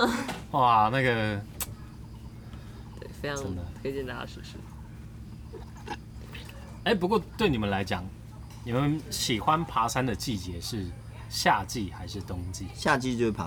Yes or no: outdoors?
yes